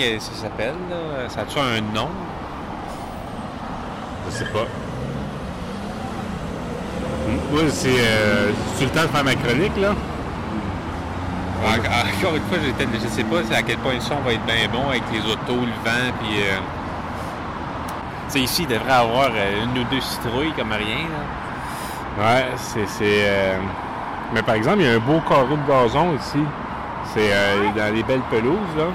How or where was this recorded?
outdoors